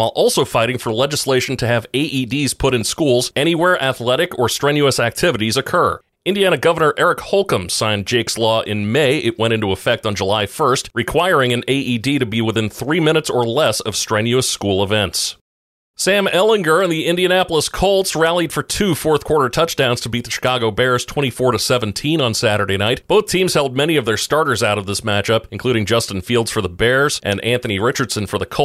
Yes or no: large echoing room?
no